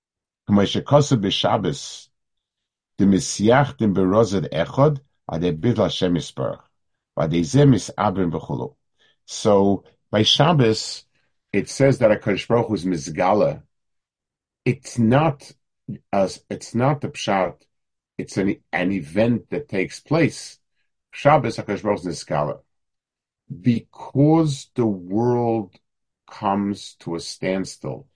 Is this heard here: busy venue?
no